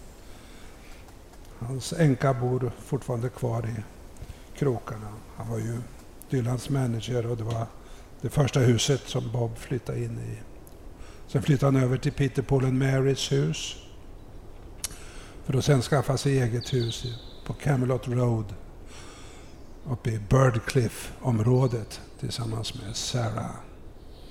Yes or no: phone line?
no